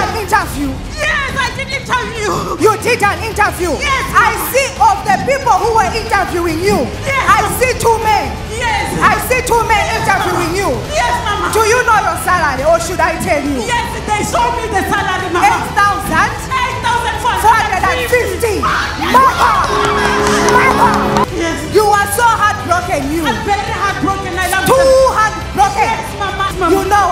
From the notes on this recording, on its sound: 2018 Women On Fire Conference. 2018 Women On Fire Conference.